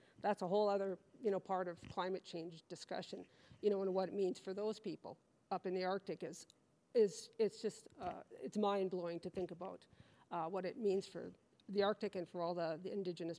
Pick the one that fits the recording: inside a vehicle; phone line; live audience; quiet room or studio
live audience